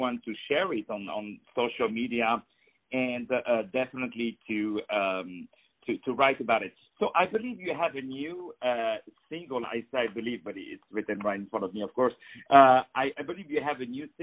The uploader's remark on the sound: On the phone.